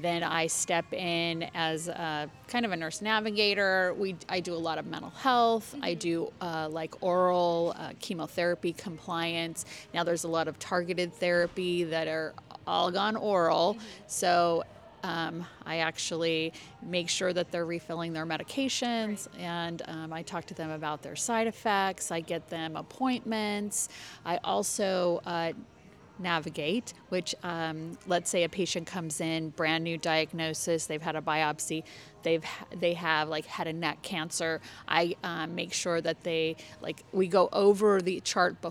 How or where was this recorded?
busy venue